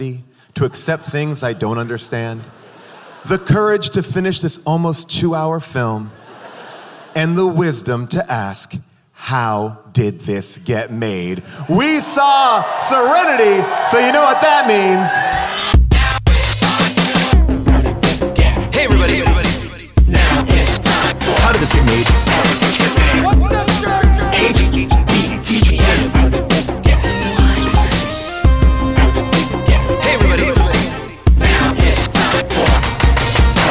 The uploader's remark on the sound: Recorded LIVE from Austin City Limits at the Moody Theater